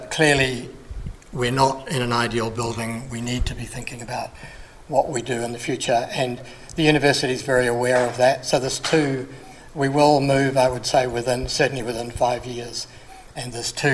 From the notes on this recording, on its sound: This presentation was recorded at the ABI Research Forum 2020.